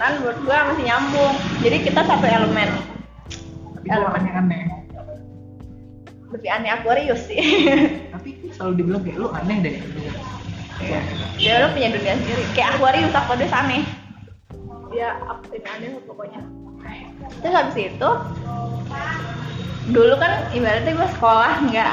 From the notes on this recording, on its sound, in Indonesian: mohon maaf kalo banyak suara motor yaa